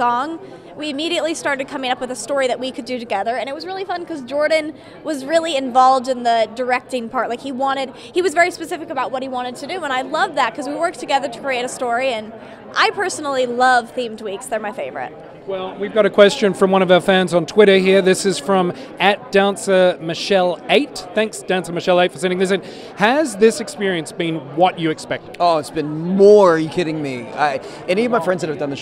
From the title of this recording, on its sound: On the Red Carpet at Dancing With The Stars